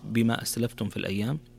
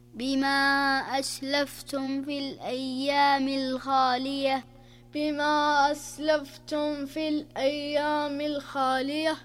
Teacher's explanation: من الأخطاء الشائعة تقرأ أسلفتم في الأيام الخالية، لكن عندنا هنا حكم من أحكام الميم الساكنة وهو الإظهار الشفوي، فإذا جاءت عندنا ميم ساكنة وبعدها حرف الفاء يكون الحكم هنا إظهار، فتظهر من غير إدغام